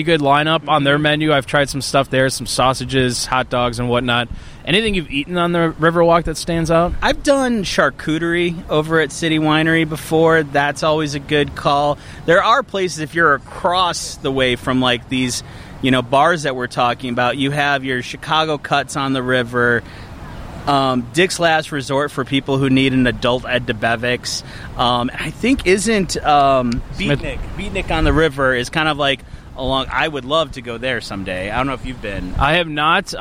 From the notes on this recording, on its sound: It was too nice outside to not record a podcast on the Chicago Riverwalk. Found a spot in the shade. Enjoy the natural sound along the river.